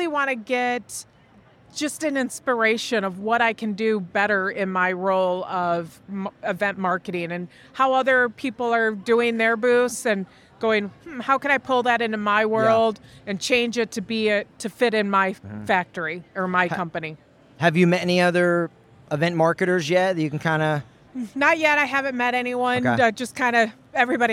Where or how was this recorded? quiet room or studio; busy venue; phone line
busy venue